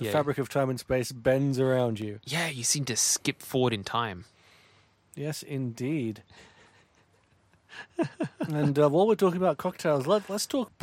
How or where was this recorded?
inside a vehicle